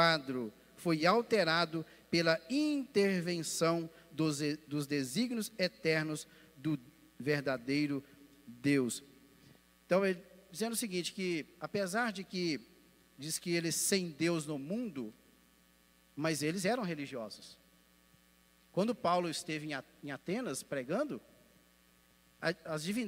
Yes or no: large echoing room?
yes